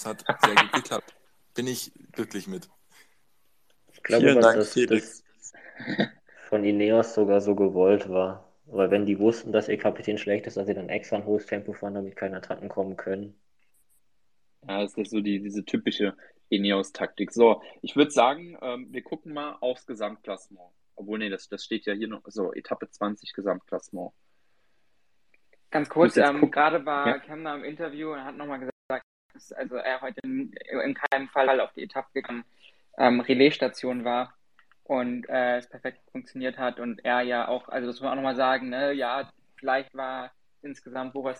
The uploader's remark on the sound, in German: Wir haben eine Aufzeichnung dieses Spaces ausgegraben